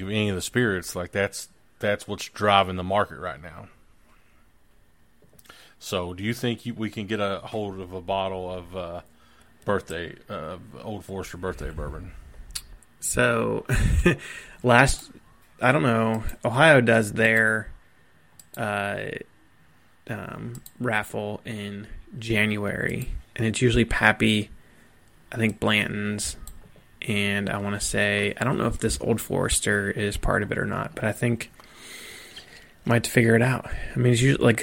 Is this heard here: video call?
no